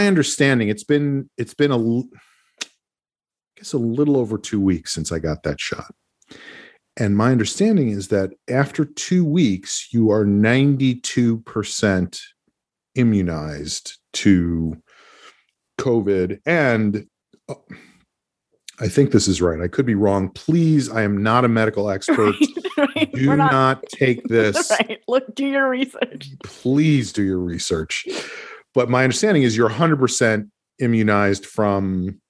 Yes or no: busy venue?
no